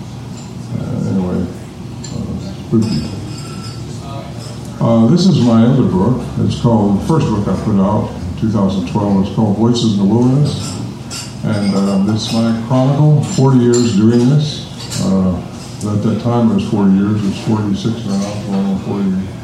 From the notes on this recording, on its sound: speak to a packed house of eager Sasquatch enthusiast who enjoyed the comforts of The Axe & Fiddle Pub SBR para/con live pub talks